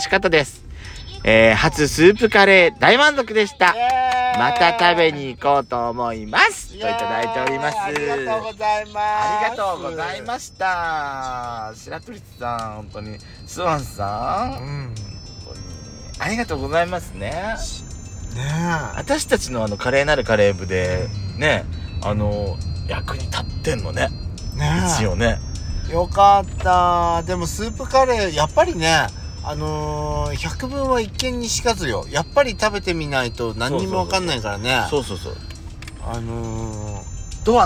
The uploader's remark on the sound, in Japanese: ドライブ収録 #ロードノイズごめんね